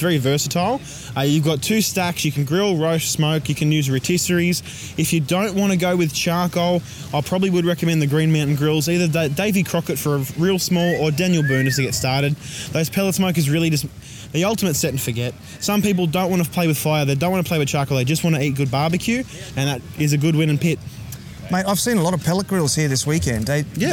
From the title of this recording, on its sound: LIVE at the Kangaroo Valley Craft Beer & BBQ Festival